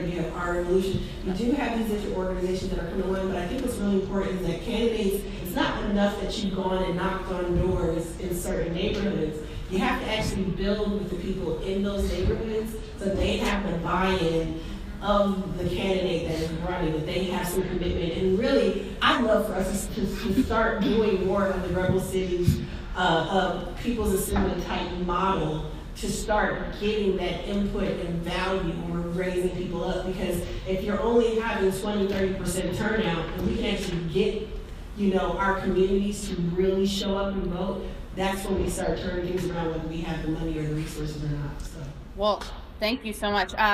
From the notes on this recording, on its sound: This episode is from our live taping at The Brooklyn Commons.